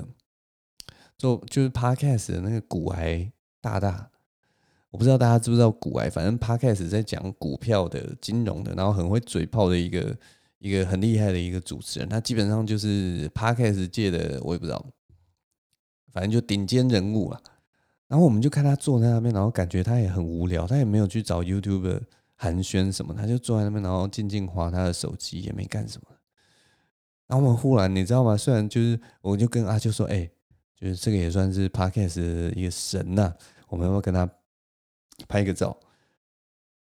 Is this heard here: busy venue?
no